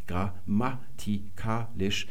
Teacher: Wenn wir nämlich das Wort mal skandieren, grammatikalisch, werden wir feststellen, dass auch auf dem Ma noch eine Betonung liegt.